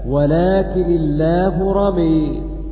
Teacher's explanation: ولكن حمزة والكسائي يميلان كلمة رمى فيقرآن هكذا: ولكن الله رمي.